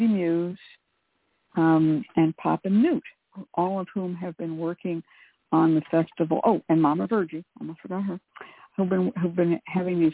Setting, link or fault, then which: link, phone line